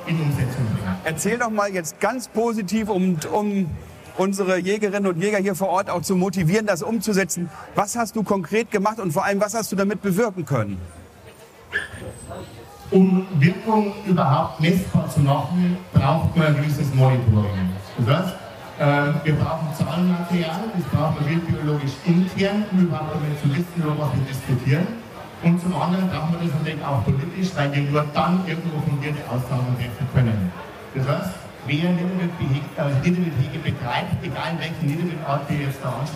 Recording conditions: busy venue